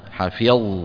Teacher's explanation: حفظ الظاء مفخمة، ناها مرققة